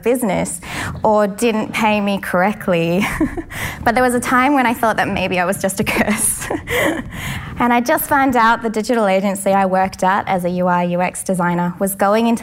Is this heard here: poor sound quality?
no